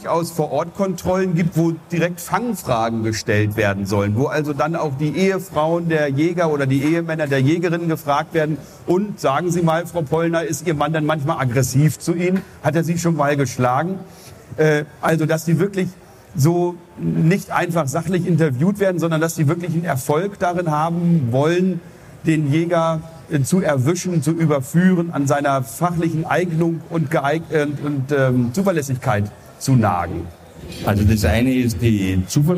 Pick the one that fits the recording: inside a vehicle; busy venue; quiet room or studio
busy venue